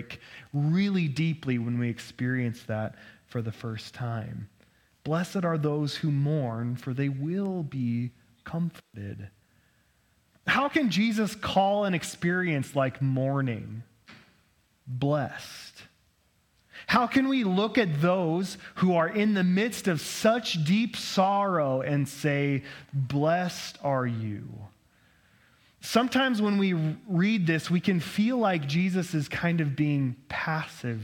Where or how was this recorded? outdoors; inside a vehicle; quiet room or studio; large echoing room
large echoing room